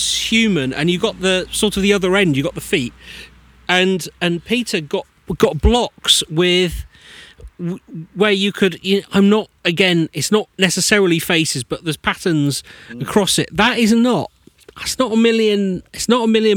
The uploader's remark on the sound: We were back on location at the Hoar Stone and Tomb in Enstone Oxfordshire on Mid-summer eve, to tell ghost stories and folklore tales, and see if this stone might walk at midnight. We tried some live psychic tests.